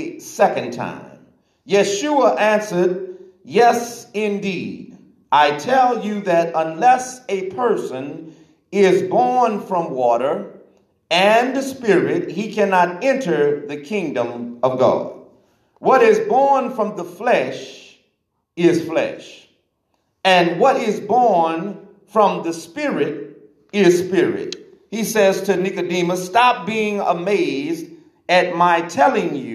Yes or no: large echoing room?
yes